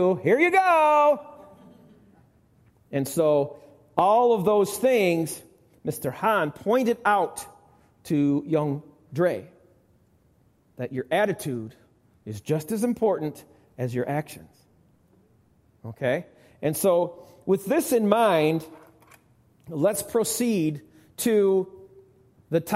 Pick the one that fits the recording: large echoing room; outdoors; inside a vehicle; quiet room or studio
large echoing room